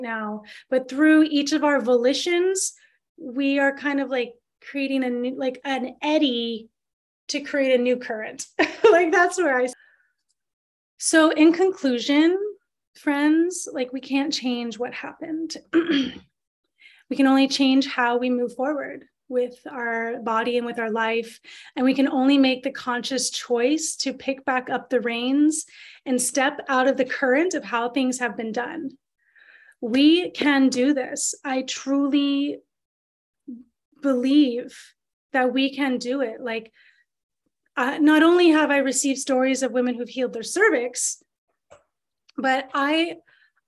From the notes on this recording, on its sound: This is the audio of a webinar that was taught in Sept 2022.